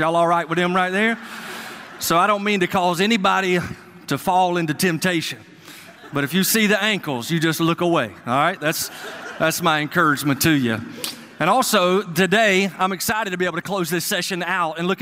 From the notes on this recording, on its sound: a sermon he preached at Go Georgia 2019